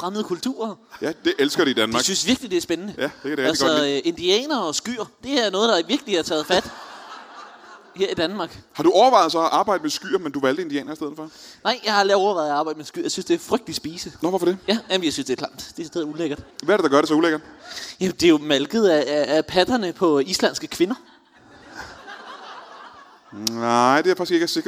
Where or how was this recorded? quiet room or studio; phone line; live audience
live audience